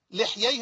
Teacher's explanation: بفتح اللام وفتح الحاء وليس بكسر الحاء ولا بكسر اللام